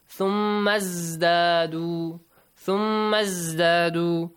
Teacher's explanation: Hamzatul wasl will be skipped when you join two words.